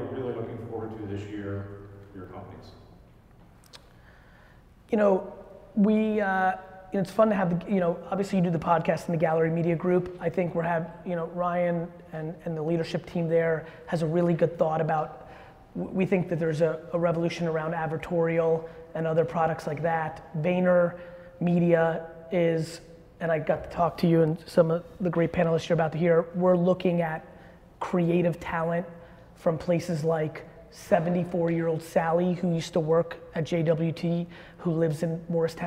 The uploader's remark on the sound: that we did live in New York